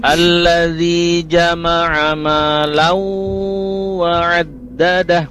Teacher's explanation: Allazi jama'a malau wa addada ya, karena jama'a malan ya, fathah tanwin bertemu huruf waw tasdid. Karena dia terhukumi idgham bi gunnah.